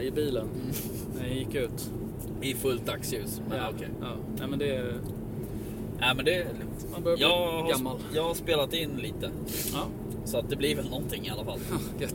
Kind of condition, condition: fault, phone or laptop microphone